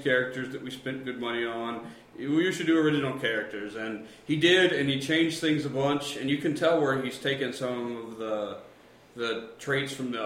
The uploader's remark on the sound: Deep within the underground (and also echo-y) OSMbunker